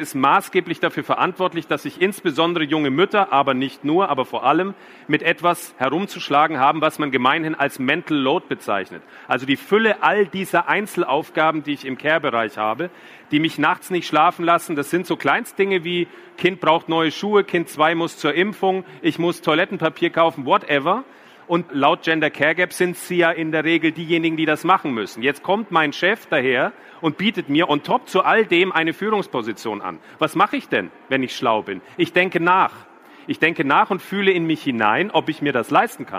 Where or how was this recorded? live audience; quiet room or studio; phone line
live audience